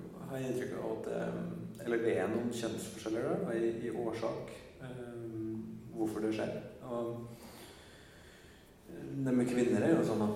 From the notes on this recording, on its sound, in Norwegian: Live på Trondheim Folkebibliotek